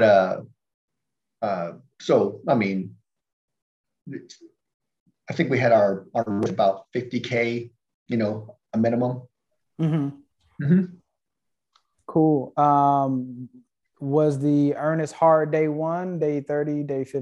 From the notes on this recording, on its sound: Investors Gallery is a live Zoom open to the public